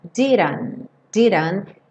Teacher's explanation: e esse último T sumindo